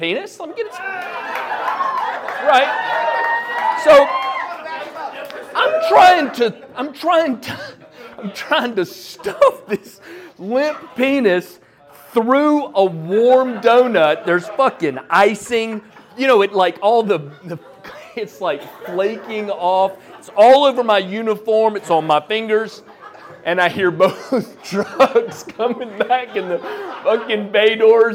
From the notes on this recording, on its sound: Anonymous story recorded on February 21st at Petra's. Goes south is a live storytelling event out of Charlotte, NC. This podcast combines audio recordings from these live events to share with you! Goes south live events take place on the 3rd Tuesday of the month at Petra's in Historic Plaza-Midwood, Charlotte, NC.